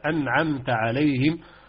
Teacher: أخسطها القاعدة نون ساكن ولكن يزد بعدها حرف من حروف الإظهار وهو العين من حروف الحلق إذن لا غنة